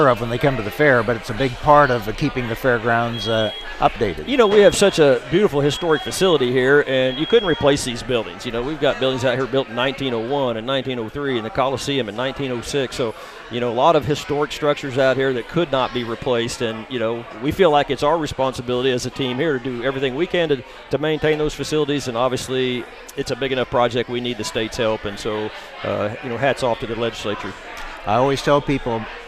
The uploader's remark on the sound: reports live from the Missouri State Fair in Sedalia, MO!